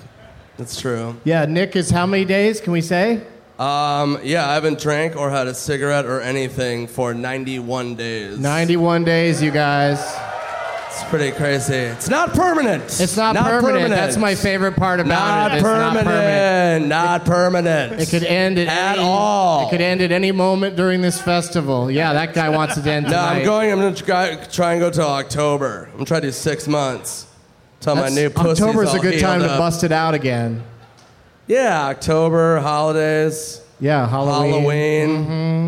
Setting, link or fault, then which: setting, busy venue